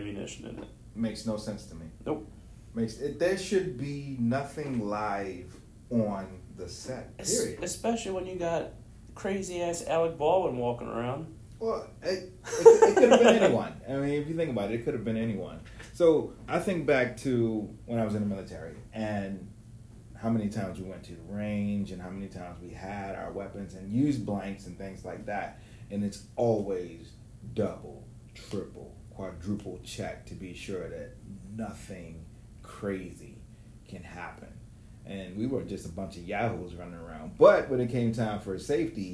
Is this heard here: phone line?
no